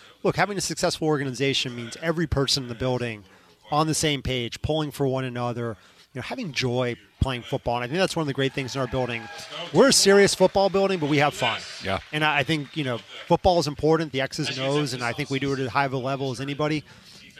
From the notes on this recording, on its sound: live from YouTube Theater for Rams Revealed